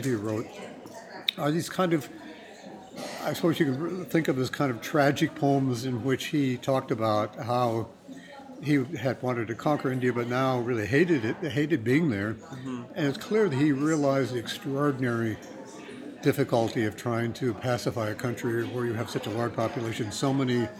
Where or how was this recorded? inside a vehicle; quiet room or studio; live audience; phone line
live audience